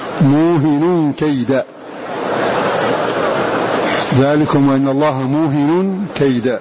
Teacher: يقرؤون موهن بسكون الواو وتخفيف الهاء والتنوين ونصب ذلك كيدا، موهن كيدا، ذلكم أن الله موهن كيدا.